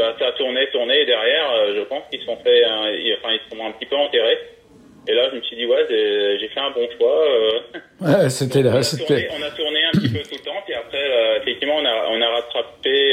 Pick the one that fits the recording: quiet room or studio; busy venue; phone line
phone line